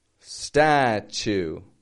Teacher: in each and every one of those words the first syllable the first unit of sound is strong